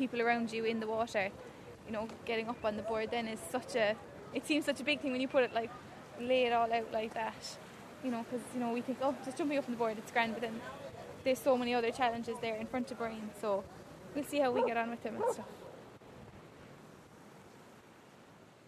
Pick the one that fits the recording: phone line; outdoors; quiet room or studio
outdoors